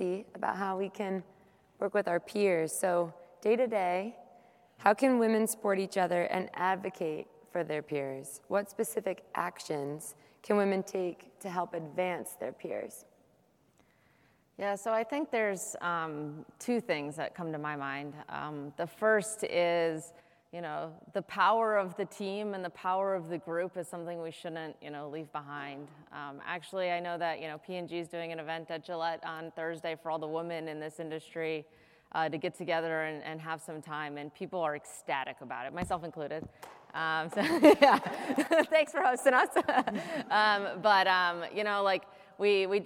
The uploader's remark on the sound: LIVE EPISODE! Moderated a panel LIVE at Rockwell Automation's Automation Fair.